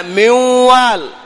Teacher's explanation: بسبب الإدغام ذهبت، فما عاد عمل للسان، اللسان ما عاد له عمل عند النون المدغمة في غير مثلها